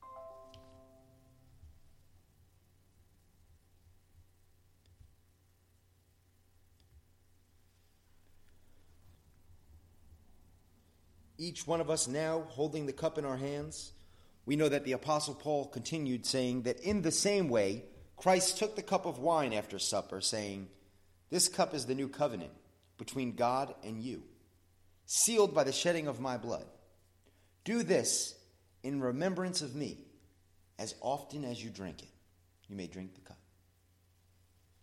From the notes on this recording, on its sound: Sermon at the Blue Point Bible Church